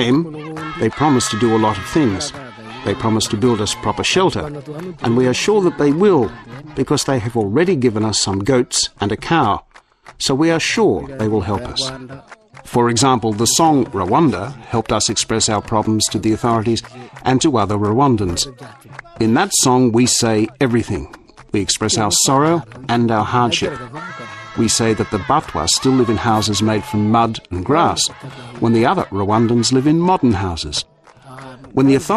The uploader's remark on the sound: Songs from a community of Rwandan Batwa, all recorded live in their village.